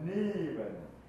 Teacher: 長母音なので、A よりもやや E に近いという意味になります